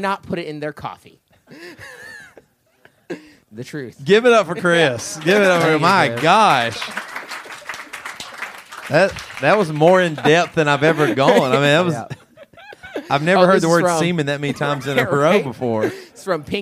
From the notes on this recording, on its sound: BC LIVE from Indianapolis. We also answer questions from members of the audience.